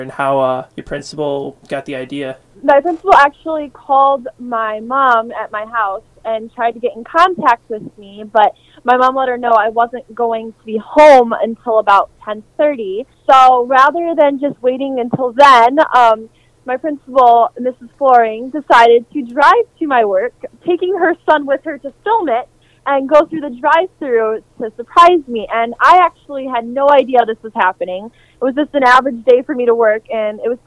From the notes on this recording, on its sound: via telephone